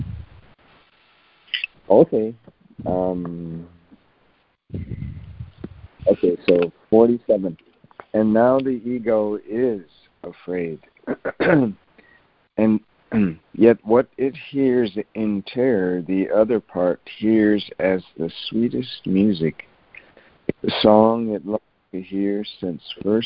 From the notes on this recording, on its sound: ACIM Daily Conference Call